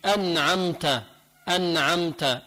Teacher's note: نون بعدها عين في عندي إظهار وميم بعدها تاء كمان عندي إظهار